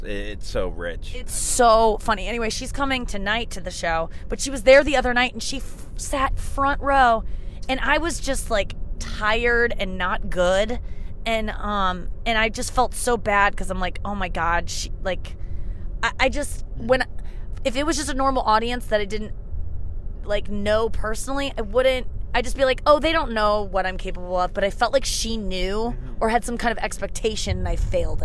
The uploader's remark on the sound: In the car on the way to their gig at the Stress Factory in NJ. Back in the car.